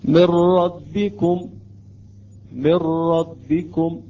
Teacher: النون تقريبا تحذف بالكامل، لا أثر للغنة لها ولا نتأخر في حالة الإدغام. نقرأ مثل قلنا سابقا، من ربكم من ربكم، لا نتأخر لا نقرأ، من ربكم، هذا غلط، غفور رحيم غفور رحيم. · Term: الادغام الكامل